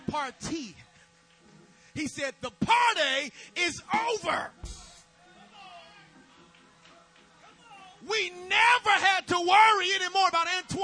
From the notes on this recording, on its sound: May have to listen with headphones due to low volume recording audio